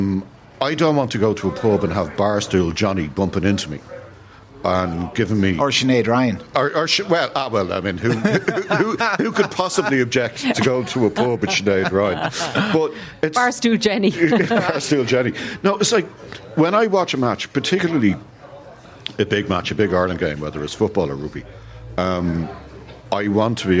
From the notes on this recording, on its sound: The Hard Shoulder was LIVE from The Bridge 1859 in Ballsbridge ahead of the Rugby World Cup clash between Ireland and South Africa.